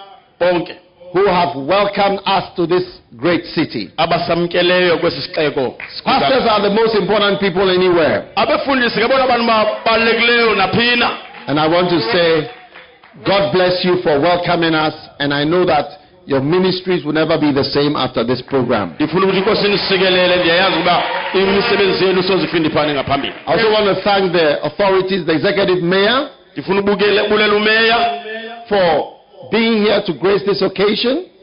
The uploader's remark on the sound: Preached at Healing Jesus Campaign, Port Elizabeth - South Africa